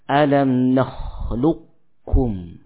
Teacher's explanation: langsung masuk kepada huruf kaf tanpa menyisakan sifat qafnya. Ya, artinya apa? · Term: idgham kamil